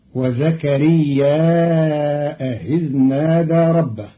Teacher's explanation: بزيادة همز منصوب بعد الألف في زكريا، فيصير مدا متصلا فيمده أربع حركات مع تسهيل همزة إذ بينها وبين الياء، فتصير الجملة: وزكريا إذ نادى ربه، وهي كذلك في إحدى لغات العرب.